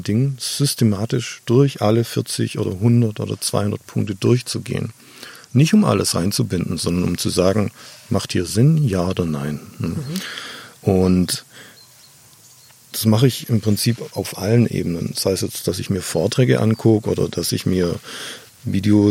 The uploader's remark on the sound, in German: Draußen im schönen Garten irgendwo in Brandenburg